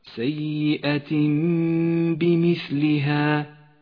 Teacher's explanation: جاء التنوين وبعده حرف الباء، يقلب التنوين إلى ميم. نقف عند هذه الميم بغنة زمنها حركتان، ولذلك ميزت الميم باللون الأخضر في مصحف التجويد إشارة إلى موقع الغنة. · Term: الإقلاب